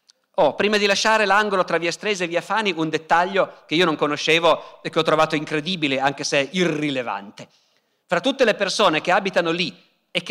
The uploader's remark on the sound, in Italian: Dal Festival della Mente 2017.